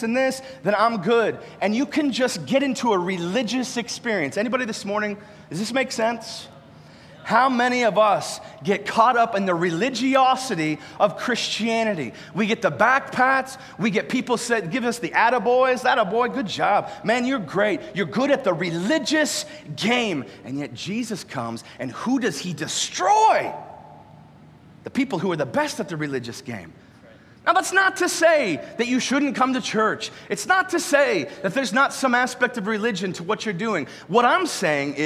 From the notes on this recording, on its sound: live from Covenant Church!